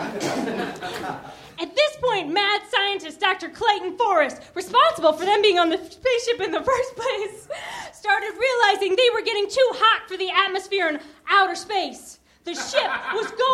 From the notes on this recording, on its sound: Recorded at Nerdmelt Theater, June 18 2013.